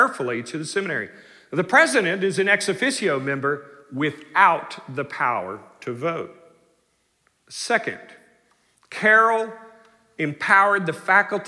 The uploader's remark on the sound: delivered the Founder’s Day Address in #SWBTSChapel on March 9, 2023.